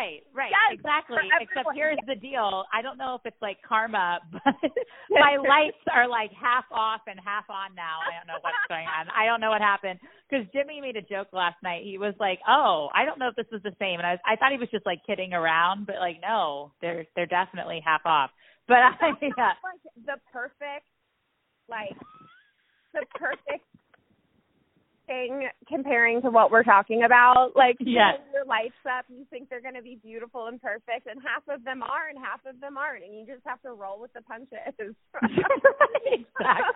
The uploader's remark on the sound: Joining us via phone from Cincinnati, Ohio.